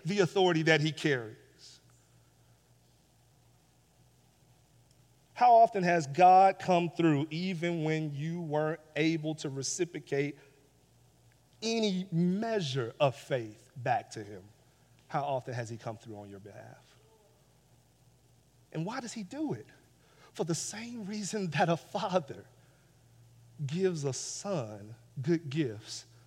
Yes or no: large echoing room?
yes